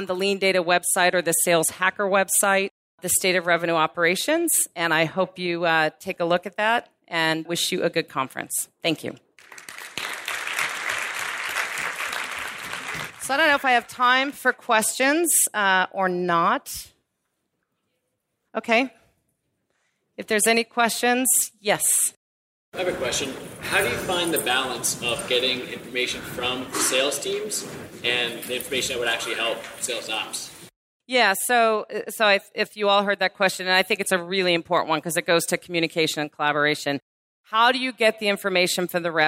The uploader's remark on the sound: Delivered a powerful message at the #FlipMyFunnel conference , and we captured the entire thing. Delivered a powerful message at the #FlipMyFunnel conference , and we captured the entire thing.